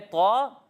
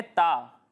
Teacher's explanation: طا کو موٹا پڑھیں گے اور تا کو باریک پڑھیں گے